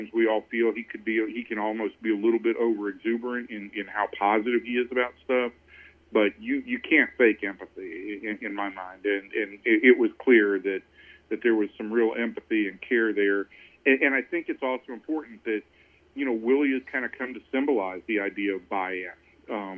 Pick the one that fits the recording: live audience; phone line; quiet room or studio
phone line